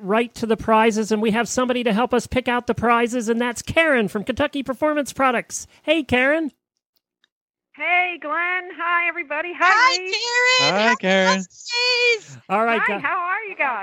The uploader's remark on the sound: Holiday Radiothon. Loads of holiday voicemails and live calls from listeners.